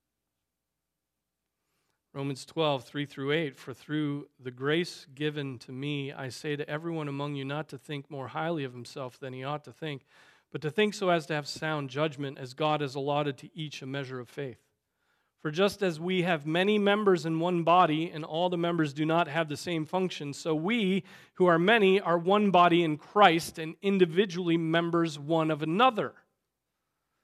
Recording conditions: large echoing room